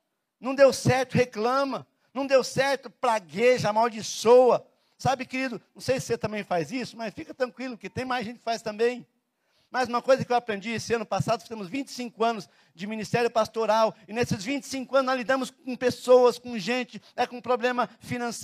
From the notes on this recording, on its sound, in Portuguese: na Igreja ABA Curitiba (Transmitido ao vivo)